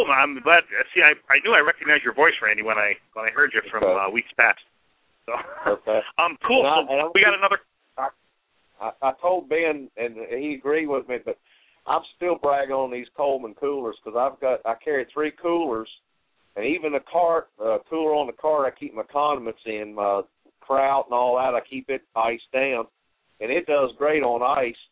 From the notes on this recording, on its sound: Live Vendor Call In radio show